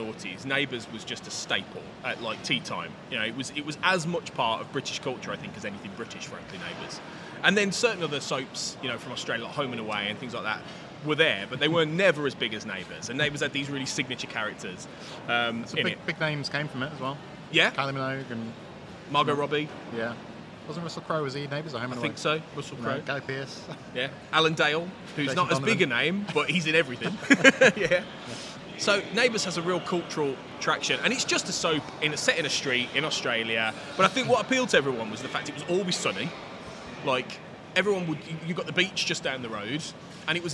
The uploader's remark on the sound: still broadcasting live from London (in this case Paddington station)